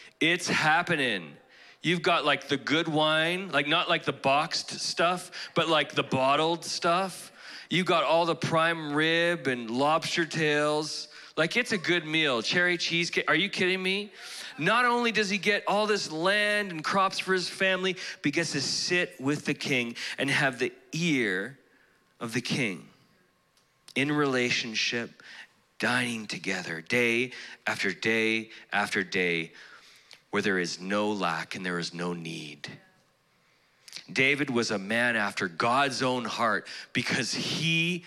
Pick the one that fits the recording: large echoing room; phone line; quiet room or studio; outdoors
large echoing room